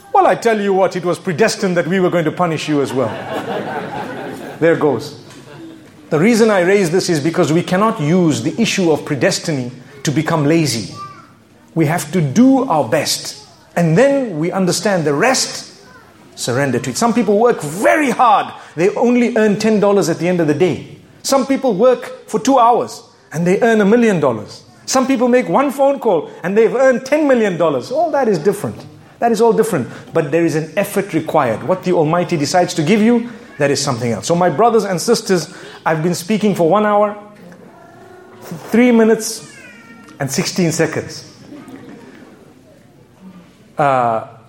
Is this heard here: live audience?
yes